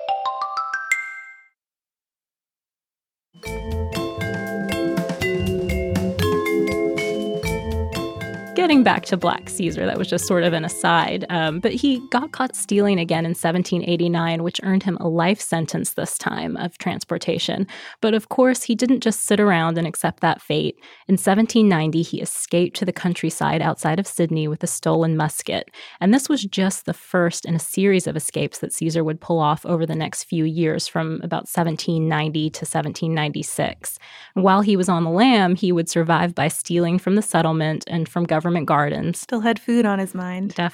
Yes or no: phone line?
no